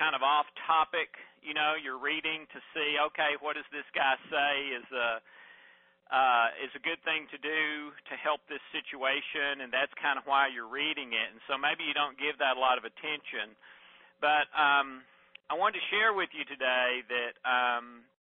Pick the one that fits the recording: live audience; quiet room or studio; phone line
phone line